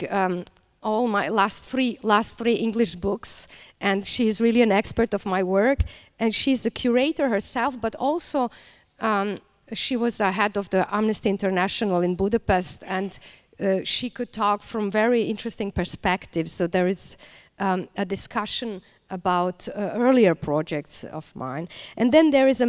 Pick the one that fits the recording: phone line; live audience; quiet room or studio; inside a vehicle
live audience